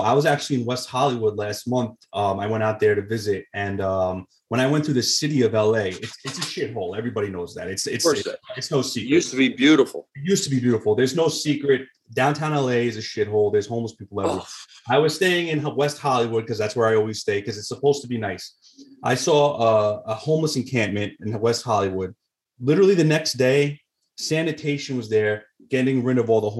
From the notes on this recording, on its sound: Sunday Sauce via Zoom.